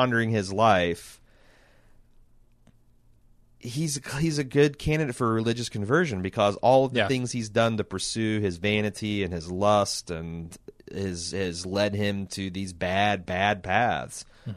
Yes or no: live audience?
no